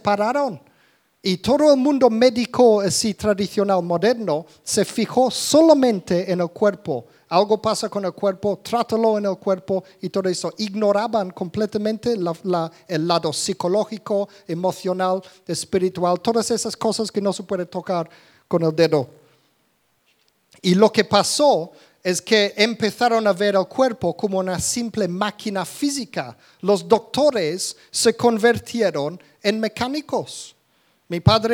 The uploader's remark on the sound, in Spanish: Grabado en directo en la Comunidad Cristiana de Vilafranca.